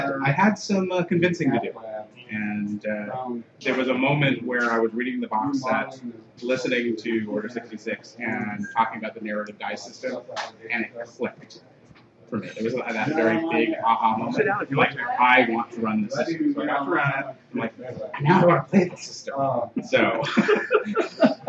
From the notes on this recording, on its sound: Live From Reapercon 2013. Broadcast live from the floor of Reaper Tower, site of Reapercon 2013.